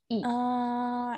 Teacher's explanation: the bulk of the tongue is very far forward and up